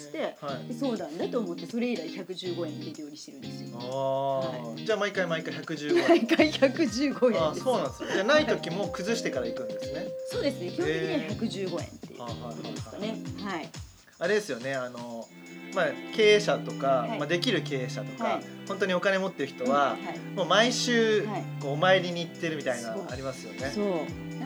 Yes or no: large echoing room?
no